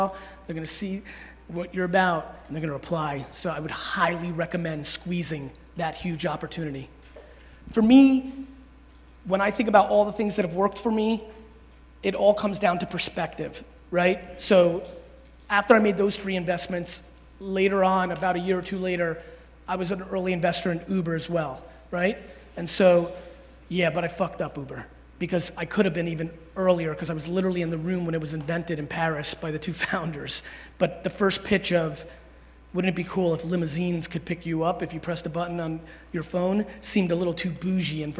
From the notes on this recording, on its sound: Speech to Alabama Football Team. Keynote.